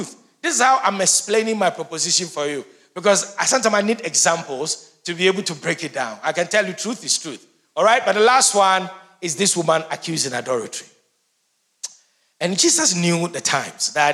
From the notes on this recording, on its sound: Sermon preached at CBC Shiashie Campus